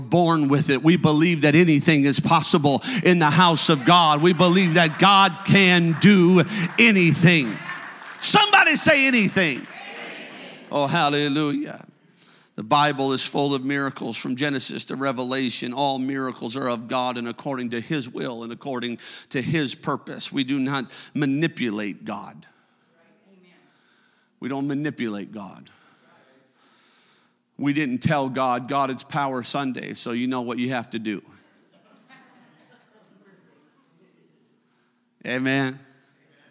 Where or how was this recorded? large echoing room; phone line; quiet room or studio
large echoing room